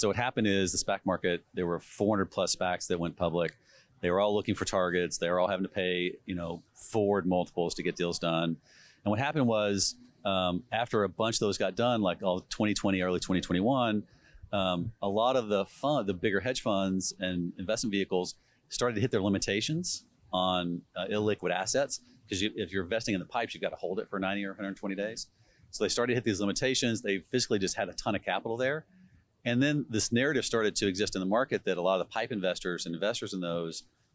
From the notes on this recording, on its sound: Live at HPE Miami. Live at McDermott’s annual Health Private Equity event in Miami.